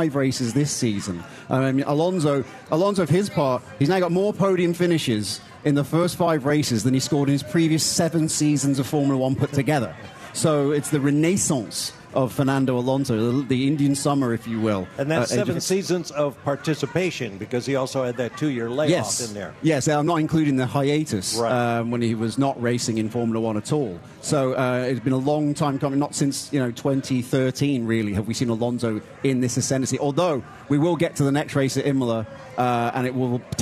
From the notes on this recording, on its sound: Recorded live from Miami.